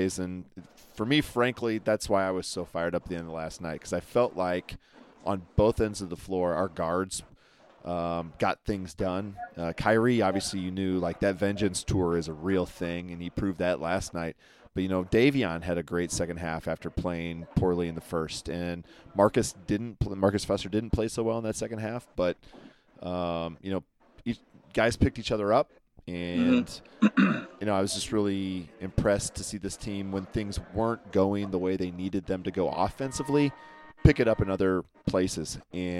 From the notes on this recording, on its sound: live from the Big East Tournament in NYC.